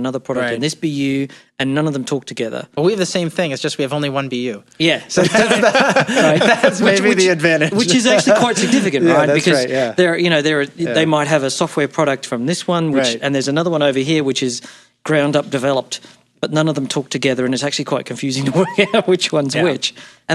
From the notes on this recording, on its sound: Show comes to you from Atmosphere 2016 Vegas – the largest community conference for enterprise mobility engineers – hosted by Aruba , a Hewlett Packard Enterprise company.